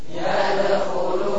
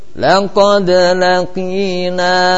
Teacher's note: semuanya qalqalah sughra. Artinya ya, suara terus menyambung.